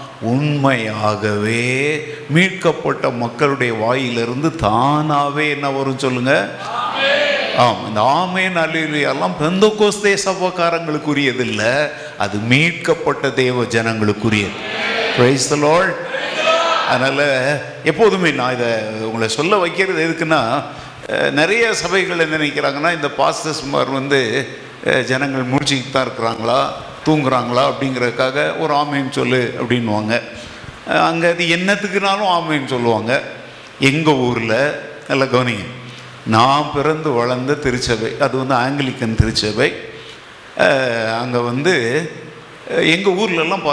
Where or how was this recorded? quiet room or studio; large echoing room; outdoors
large echoing room